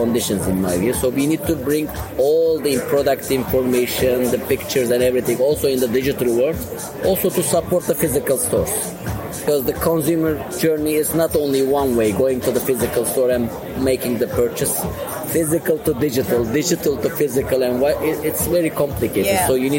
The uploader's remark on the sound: To round off Season Seven, we're off to Germany. Frankfurt to be precise as last week saw the return of ISH, the huuuuge bathroom exhibition. We'll be catching up with her live at the show.